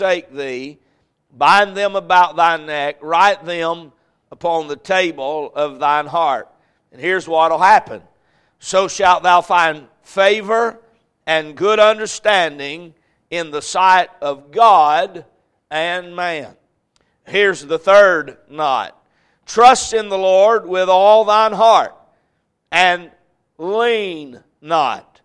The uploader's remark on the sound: A message preached at Crossroads Baptist Church on Sunday night.